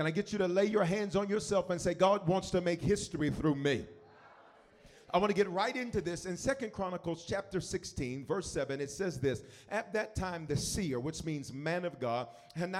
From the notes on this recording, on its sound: 2020 History Makers Conference Night 2.